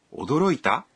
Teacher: Ikiwa utasema neno hilo kwa toni ya juu, litageuka na kuwa swali.